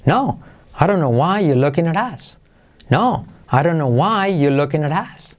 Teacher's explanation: I don't know why you're looking at us. ¿Qué es lo más importante en la frase? Why y el verbo mirar, looking.